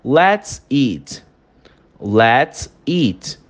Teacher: Você repara que o T ele é bem silenciado. · Term: glottal stop